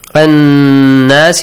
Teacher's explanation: Stretch the sound for two beats. And also a nasal sound.